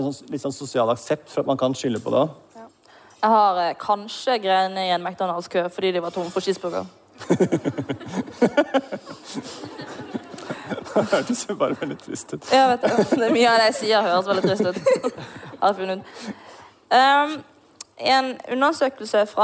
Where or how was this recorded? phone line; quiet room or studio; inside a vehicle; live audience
live audience